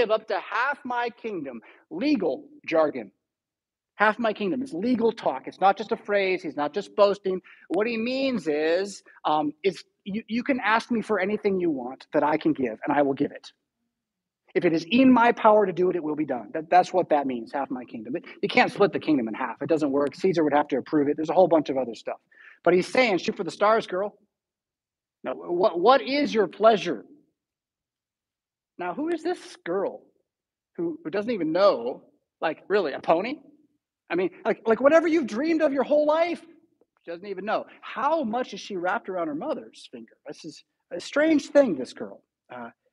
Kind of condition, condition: setting, large echoing room